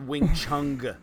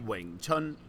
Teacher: And certainly there's no G sound at the end. · Shown in: second take